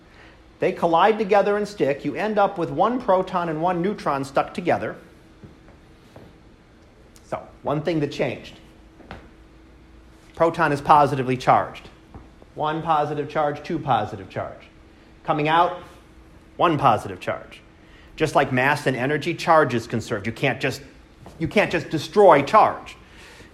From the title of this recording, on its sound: Live Class Lecture